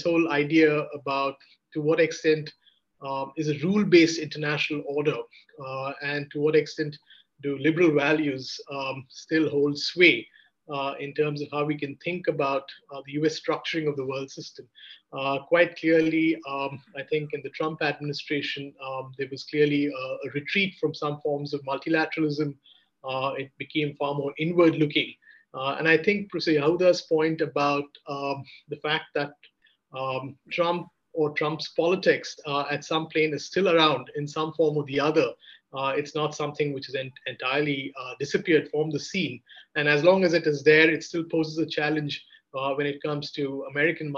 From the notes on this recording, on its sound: Zoom and Facebook Live